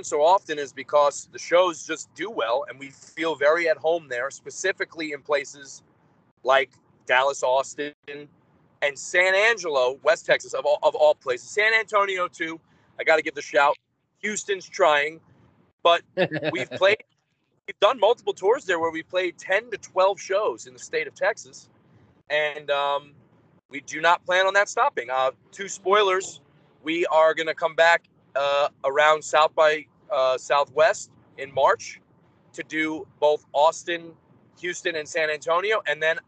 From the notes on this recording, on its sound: While he was driving back home with a friend.